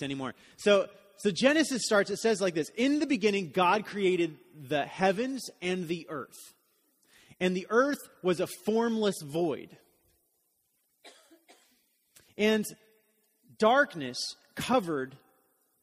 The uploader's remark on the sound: Message was delivered during the Contemporary Worship service